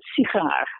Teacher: And you have exactly the same word in Dutch, but it's sigaar, right? So the first syllable is not reduced. It's secondary stress.